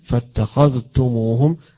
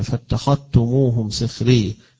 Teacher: يدغمون الذال في التاء ويقرؤونها تاء · Shown in: second take